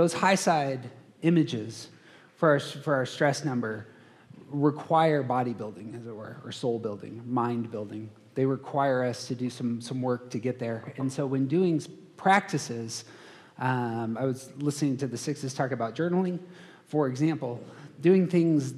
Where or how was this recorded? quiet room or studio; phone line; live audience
live audience